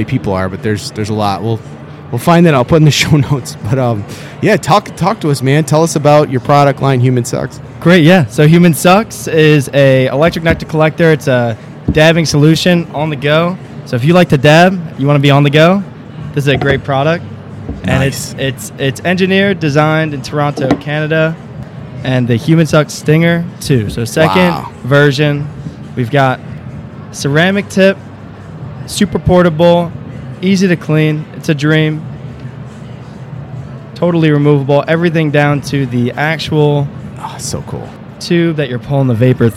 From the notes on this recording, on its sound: We are recording this episode in the center of MJBiZCon!